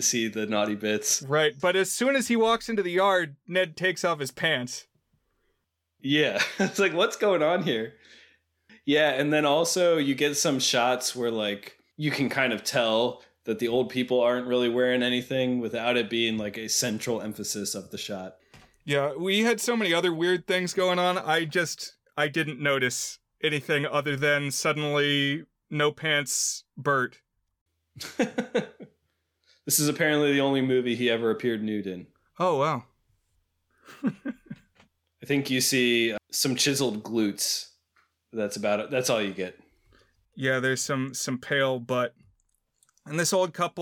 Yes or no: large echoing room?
no